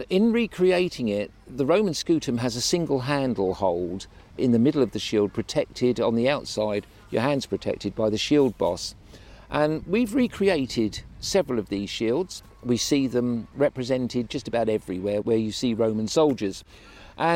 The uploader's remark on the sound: In the second of our episodes recorded at Chalke Valley History Festival.